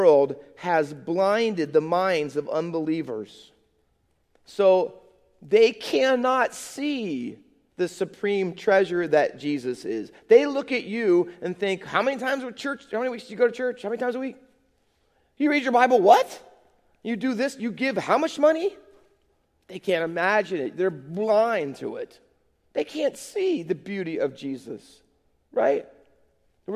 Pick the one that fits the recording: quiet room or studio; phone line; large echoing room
large echoing room